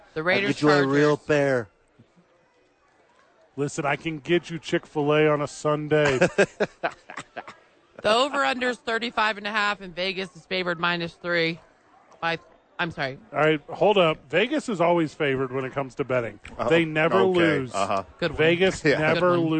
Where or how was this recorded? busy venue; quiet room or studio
busy venue